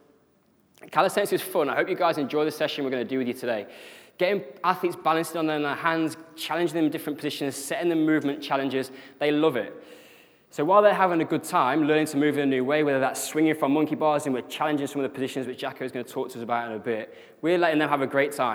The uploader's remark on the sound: The podcast here covers the presentation section. Speaking at the UKSCA annual conference.